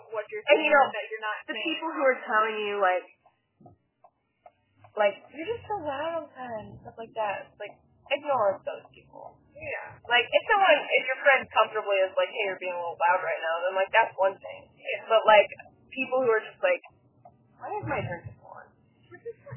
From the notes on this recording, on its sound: In the car. Car Rides and Conversations.